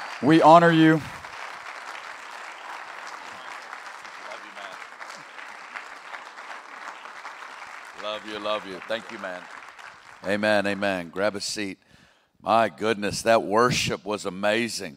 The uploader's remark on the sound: 2021 Burning Ones Convocation - Milwaukee. On opening night of our Convocation in Milwaukee.